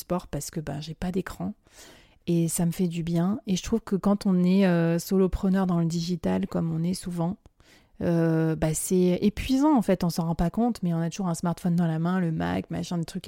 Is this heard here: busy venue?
no